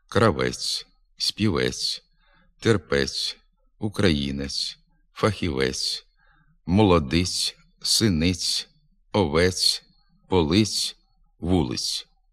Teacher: В українській літературній мові приголосний «ц» у більшості позицій вимовляється м'яко. Зокрема, він м'який на кінці слів.